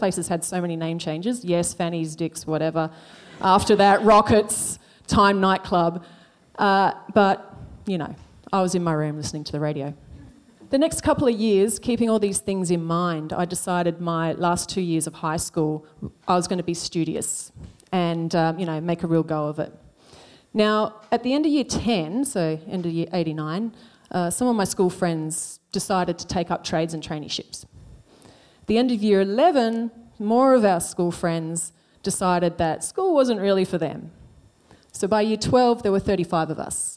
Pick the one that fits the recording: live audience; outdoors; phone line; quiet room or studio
live audience